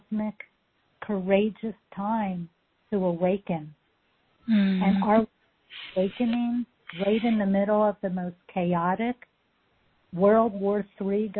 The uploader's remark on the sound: For the courageous starseeds who called in and participated live with us!